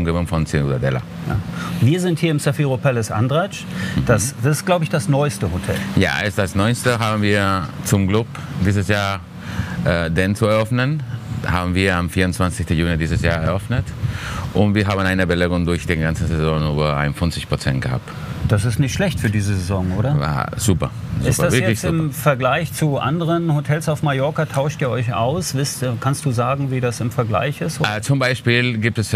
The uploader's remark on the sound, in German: Von den Counterdays live Mallorca 2021. Oktober fand eines der ersten großen touristischen Live-Events statt.